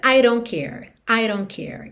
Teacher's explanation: esse D de don't pode virar rarara · E o T de don't a gente não escuta nada, viu?